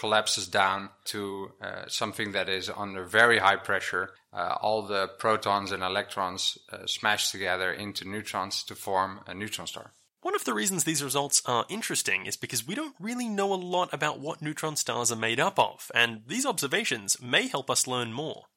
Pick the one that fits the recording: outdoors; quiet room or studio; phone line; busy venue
quiet room or studio